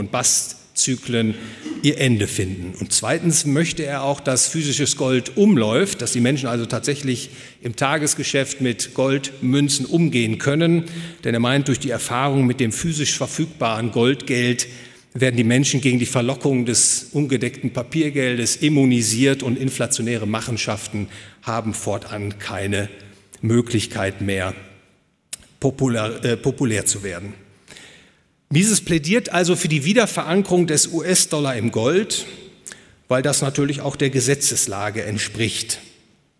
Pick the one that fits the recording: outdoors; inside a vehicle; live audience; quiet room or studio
live audience